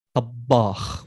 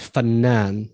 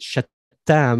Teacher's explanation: I put a short A in between the first and the second consonant. I double the second consonant and I put a long A in between the second and the third consonant.